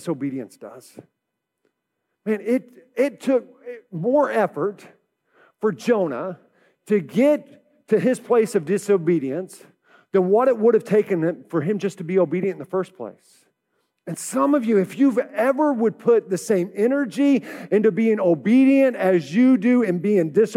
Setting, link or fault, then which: setting, large echoing room